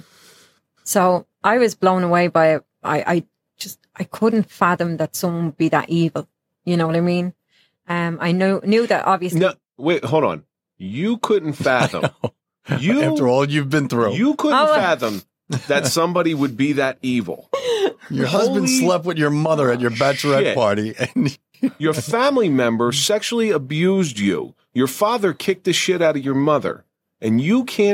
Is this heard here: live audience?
no